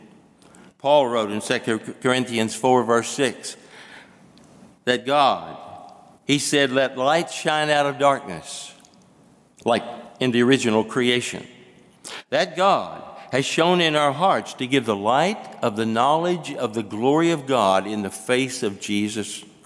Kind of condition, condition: setting, large echoing room